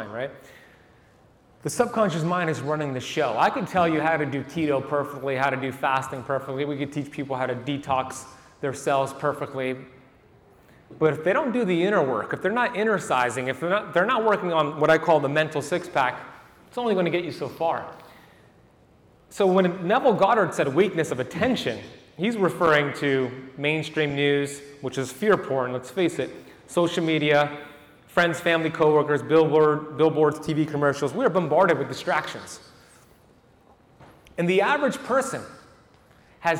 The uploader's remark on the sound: 2023 Hybrid Health Summit Keynote Lecture. The keynote lecture from my appearance at the 2023 Hybrid Health Summit in Miami, FL.